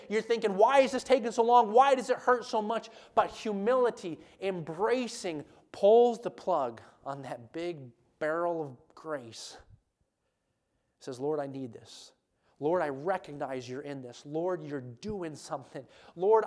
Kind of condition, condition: setting, large echoing room